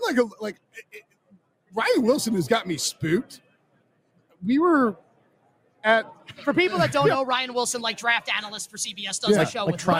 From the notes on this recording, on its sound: LIVE from Radio Row